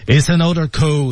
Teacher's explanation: 前三个单词全是彼此连读的